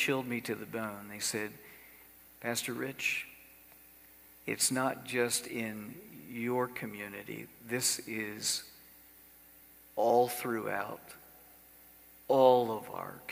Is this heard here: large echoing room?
yes